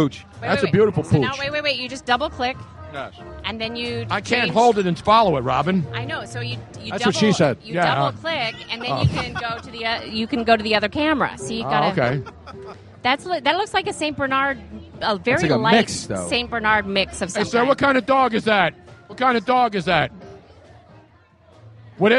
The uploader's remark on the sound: LIVE from SPhilly Passyunk Ave #DNC after party!